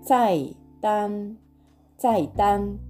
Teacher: 」「い。タン」ですね、まあ、フラットな音なんですがあの、まあ、口の前あたり前の方で前方で作る、えー、シーンとして覚えておくといいかなと思います。で今回はですね「日本語のメディーはありますか?」という質問文を作っていくので同じくこの「最短」という単語を使っていきます。最短これ、えーと、メニューという意味の中国語の単語で、発音記号はですね、CAI、えー、第4世上から下に急降下する音プラス DAN という第一声高く平たく伸ばす音 4声と第一声の組み合わせになります。菜単菜単これでメニューですね。で、えー、今回は日本語のメニューはありますかという質問文を作るので、じゃあ日本語のというのは日本、えー、日本語じゃないや、<laughs>中国語でどういうのかというと、類類遊